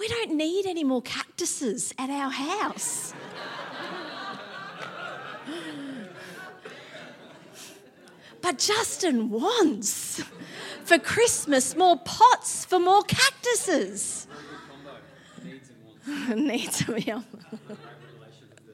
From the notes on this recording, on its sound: Theme Sunday. LIVE at Echo Church.